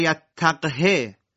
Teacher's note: قرائت حفص این کلمه رو در واقع به سکون قاف و عدم اشباع هاء ضمیر خونده